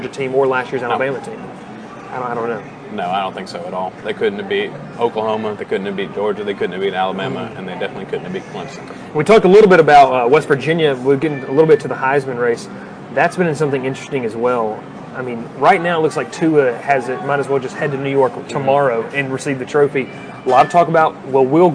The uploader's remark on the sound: Live from Moe's BBQ in Rome, GA